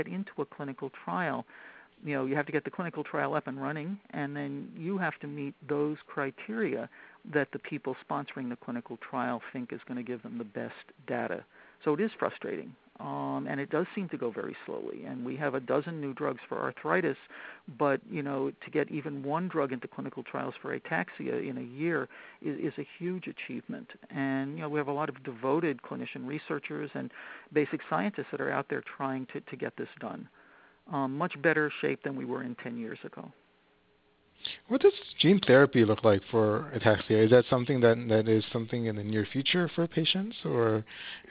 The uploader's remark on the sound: The inaugural conference call Q&A session between Rare Genomics Institute, Ben's Friends Patient Communities, and leading experts in the field. Questions were submitted before the call and live during the call.